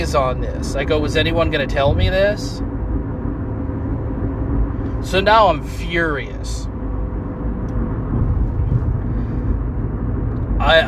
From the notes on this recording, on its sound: My first episode recorded in my car sorry if audio quality is bad.